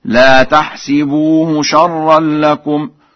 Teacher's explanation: قرأ ورش بكسر السين في الفعلين معا